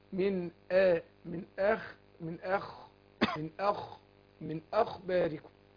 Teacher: انا عايز ارقق الهمزه وافخم الخاء